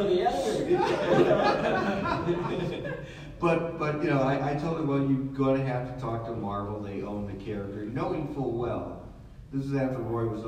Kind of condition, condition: setting, live audience